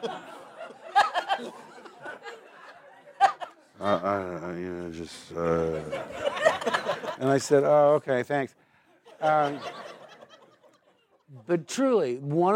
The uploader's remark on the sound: recorded this in front of a live audience at the "BAFTA Los Angeles Behind Closed Doors Evening